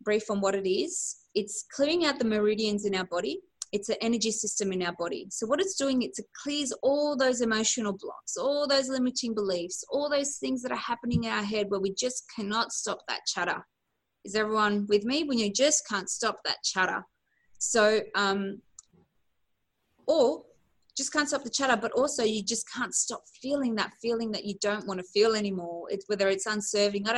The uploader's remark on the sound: Recorded on a LIVE Webinar. I share my knowledge with a group of amazing women eager to Master their 'Mindset'.